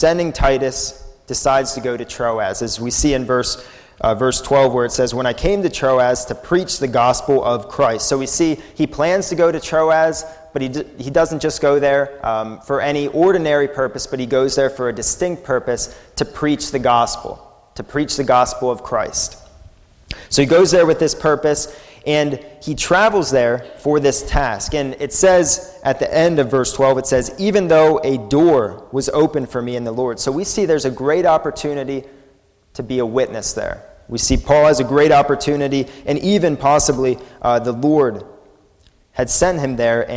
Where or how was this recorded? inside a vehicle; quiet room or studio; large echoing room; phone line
large echoing room